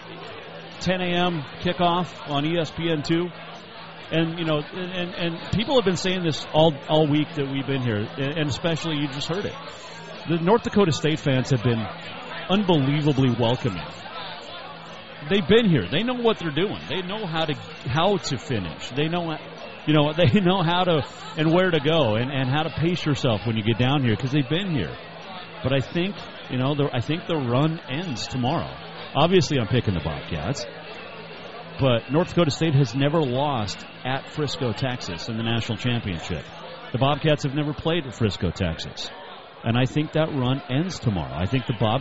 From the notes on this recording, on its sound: Live from Tight Ends Sports Bar in Plano, TX